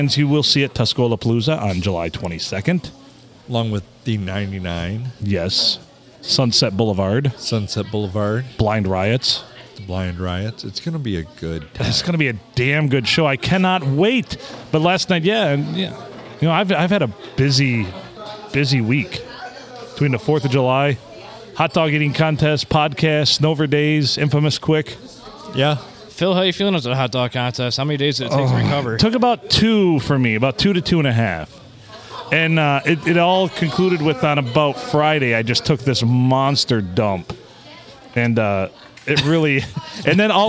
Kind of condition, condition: setting, busy venue